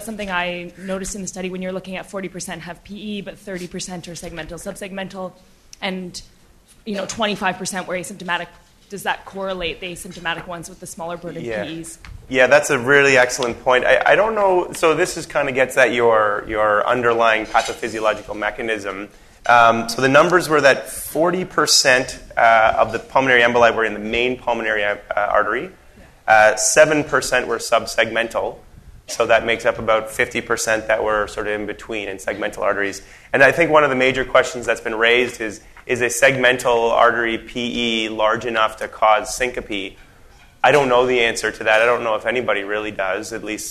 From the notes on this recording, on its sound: the first part of the live recording